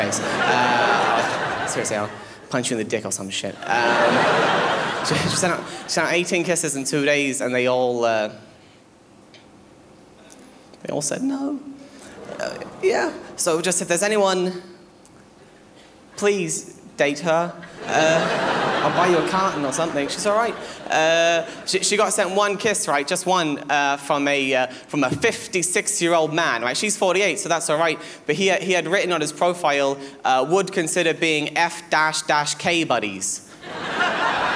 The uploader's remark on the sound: 2009 Melbourne International Comedy Festival Gala